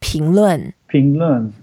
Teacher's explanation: 论 is that fourth tone, so we go down